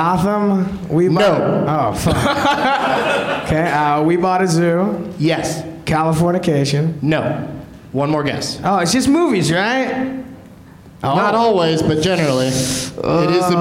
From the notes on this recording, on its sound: Live from the UCB Sunset